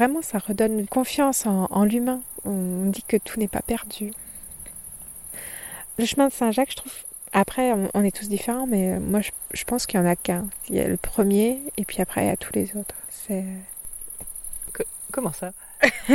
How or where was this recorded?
outdoors